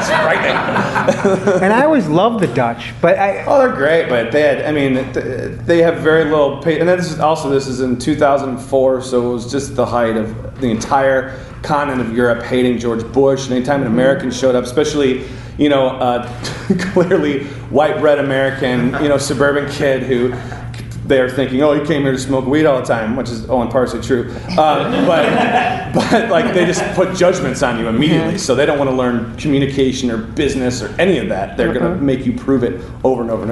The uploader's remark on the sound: The Second City's Improv Allstars is a short form improv show a running in the UP Theater at The Second City Chicago. You can hear his transformation take place on stage.